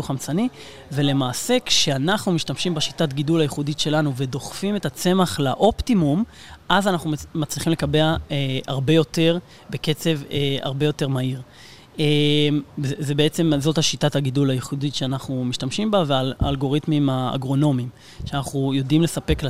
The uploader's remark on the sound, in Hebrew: בפרק שהקלטנו במסגרת כנס ההכנה לCOP27.